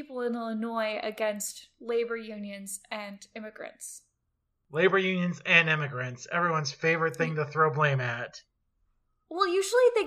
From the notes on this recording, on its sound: Battle through every imaginable technical difficulty. I only heard about half of it.